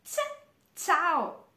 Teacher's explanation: Le corde vocali non vibrano.